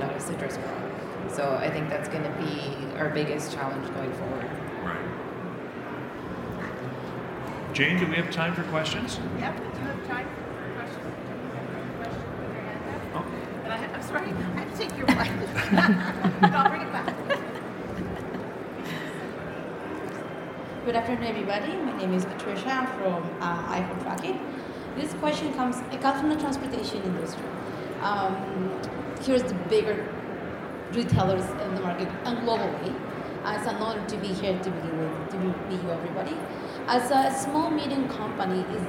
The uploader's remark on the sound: In this episode, we listen to the recording of the Learning Lounge from the recent CPMA’s Convention and Trade Show in Toronto.